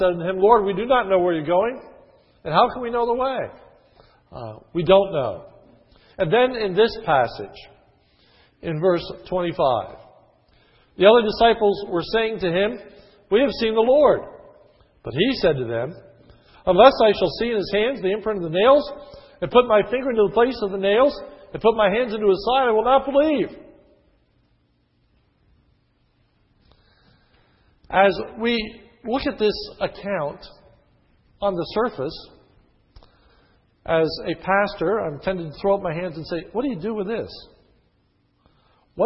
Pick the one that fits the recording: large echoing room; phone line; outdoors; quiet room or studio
large echoing room